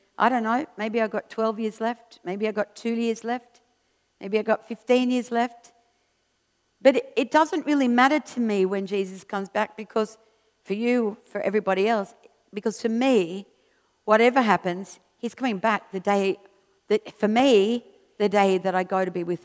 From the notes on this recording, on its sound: This was recorded at Skylark Church on 14th July 2019.